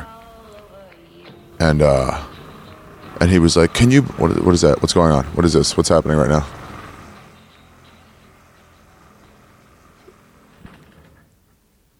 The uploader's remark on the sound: Met me at a secret hike in LA to do a walking podcast about hiking.